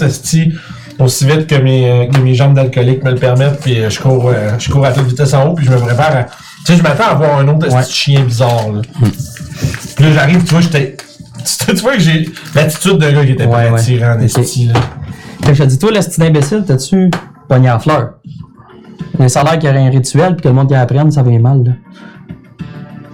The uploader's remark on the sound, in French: Vous remarquerez que nous avons eu quelques problèmes de son pour cet enregistrement.